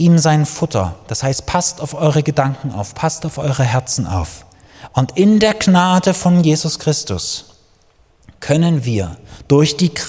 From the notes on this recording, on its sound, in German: Die Predigt ist aus dem Gottesdienst vom 22.